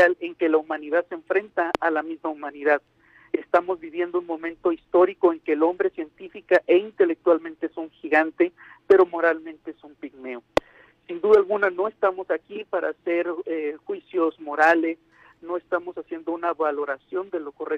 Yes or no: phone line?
yes